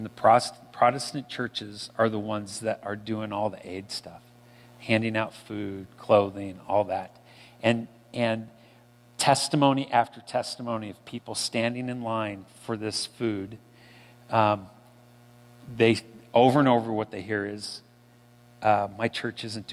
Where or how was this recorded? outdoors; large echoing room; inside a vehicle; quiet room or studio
large echoing room